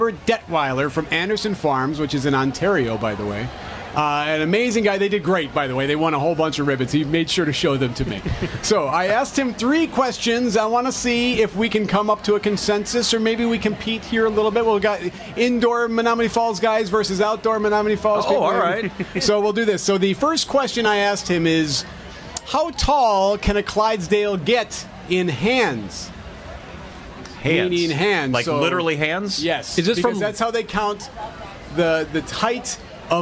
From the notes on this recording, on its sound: bring you coverage live at the fair.